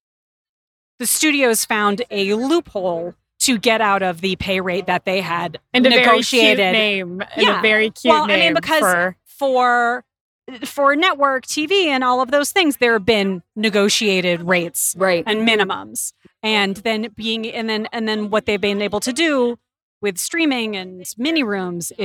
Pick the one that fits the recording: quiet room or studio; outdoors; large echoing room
outdoors